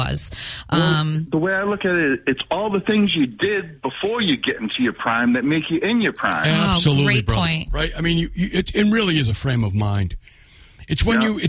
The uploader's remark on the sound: Take calls from the audience.